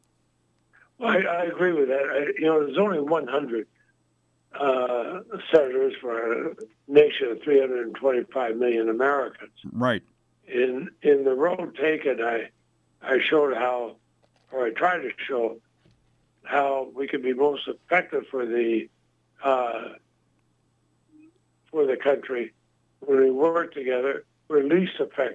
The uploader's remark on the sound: called into the show